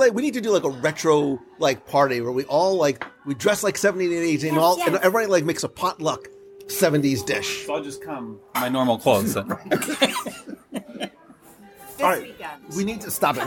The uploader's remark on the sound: Live Review of Steakhouse 71. At the newly-opened Steakhouse 71 at Disney's Contemporary Resort for a live review of this family-friendly steakhouse.